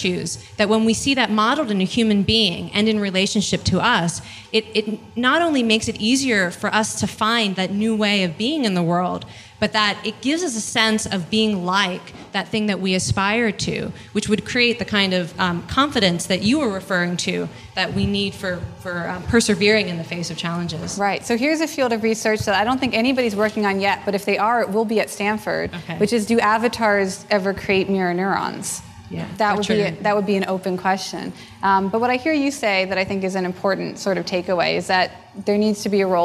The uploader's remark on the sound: a presentation recorded during the 2011 Buddhist Geeks Conference